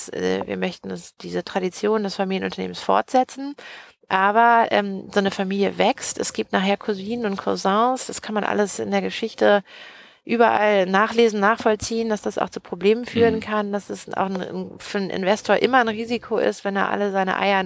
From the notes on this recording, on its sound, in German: Unser erster Podcast, der im Auto aufgenommen wurde - live vom Hamburger Flughafen.